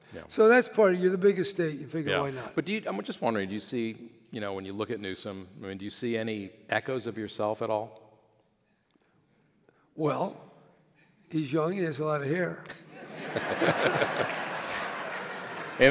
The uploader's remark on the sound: (LIVE in San Francisco). Recorded at the Herbst Theatre in San Francisco.